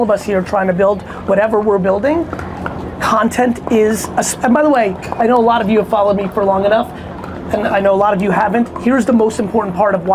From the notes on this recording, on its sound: a Q&A I did in Mesa, Arizona at the season opener for the New Jersey 5s Major League pickleball team